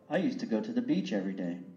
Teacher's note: đọc nối từ beach, âm đuôi là âm ch với âm every day